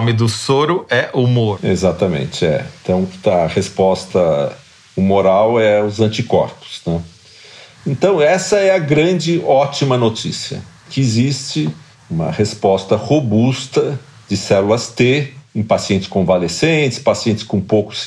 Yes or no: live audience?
no